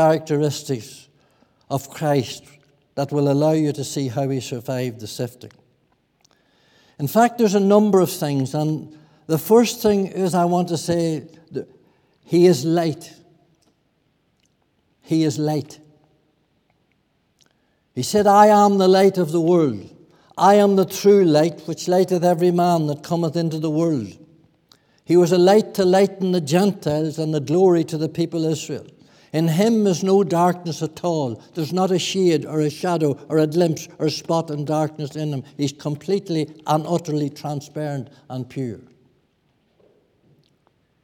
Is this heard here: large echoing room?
yes